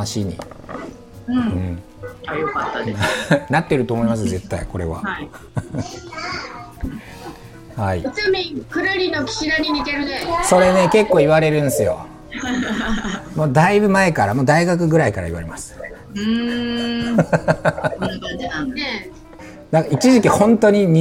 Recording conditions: sounds in the background